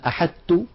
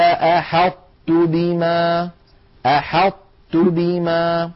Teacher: يدغمون الطاء في التاء، لكنهم لا يدغمونها كلها، بل يبقى من الطاء صفة الإطباق ظاهرة · Shown in: second take · والإطباق كما مر معنا هو انحصار الصوت بين مقدمة اللسان ومؤخرته عندما يكون اللسان محاذيا لغار الحنك الأعلى، هذا الانحصار للصوت يعطي الحرف قوة واستعلاء وتفخيما.